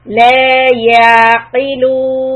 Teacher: Ayn sukun, do not bounce the ayn.